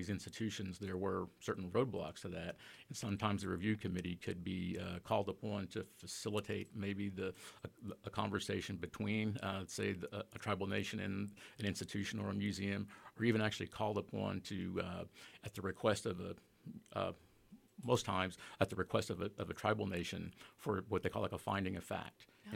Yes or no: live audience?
no